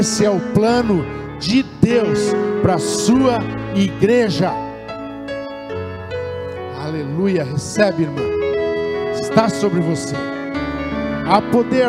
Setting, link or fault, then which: setting, large echoing room